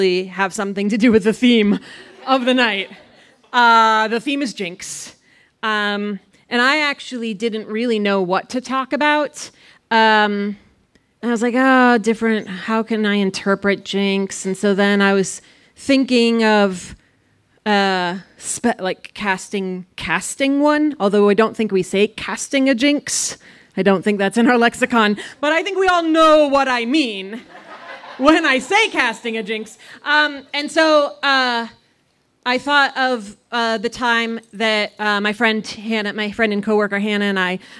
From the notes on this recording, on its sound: Buntport Theater, the home of our Denver show. This story was recorded live on 19 April 2017 at Buntport Theater in Denver, Colorado.